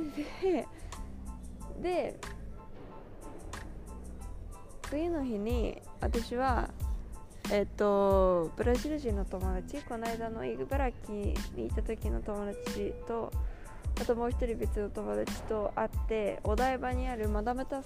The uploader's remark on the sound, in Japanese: 乗り継ぎのチューリッヒ国際空港で収録しました！Wi-Fiの調子が悪く、途中から一人録りになりました。